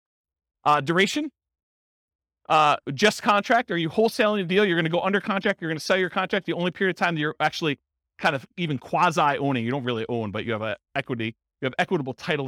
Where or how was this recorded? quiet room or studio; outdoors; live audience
live audience